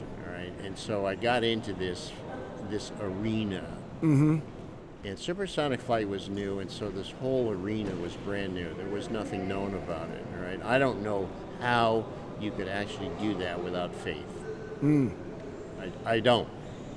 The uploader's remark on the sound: LIVE from CPE 2022!